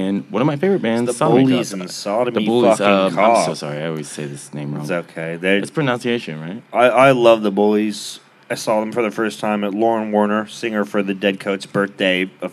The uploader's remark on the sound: We are going LIVE! Taking over the stage of Indian Roller in Austin, TX on Mondays. Recorded Live at Indian Roller in Austin, TX.